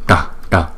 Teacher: Chữ t này là cong lưỡi lại